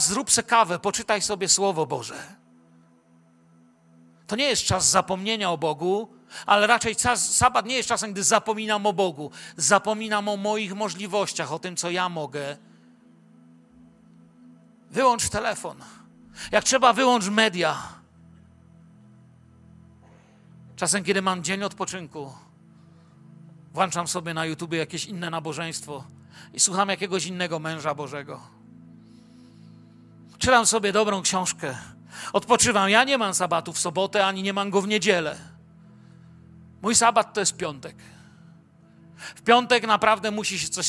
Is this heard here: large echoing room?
yes